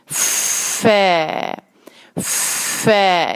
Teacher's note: फ जो है उसमें सिर्फ आप याद रखिएगा के साथ सांस की आवाज जारी रखते हैं, फ फ ये सांस की आवाज जारी रखेंगे जिससे ये क्लियर होगा।